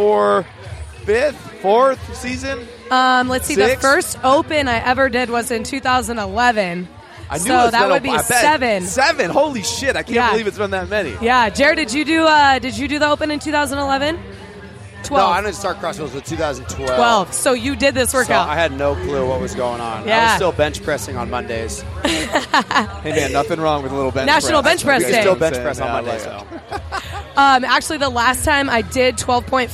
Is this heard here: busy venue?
yes